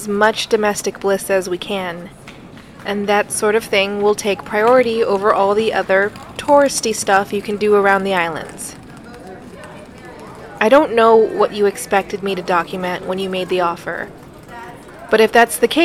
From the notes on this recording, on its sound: airports don’t make for great recording spaces